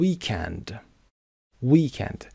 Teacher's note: یادتون باشه امریکن قسمت اول استرس میگیره، اما اگر بریتیش صحبت میکنید weekend استرس قسمت دوم